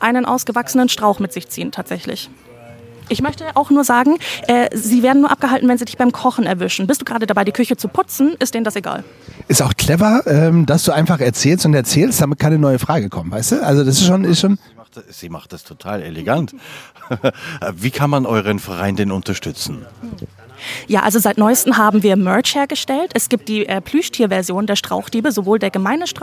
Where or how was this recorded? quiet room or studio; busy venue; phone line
busy venue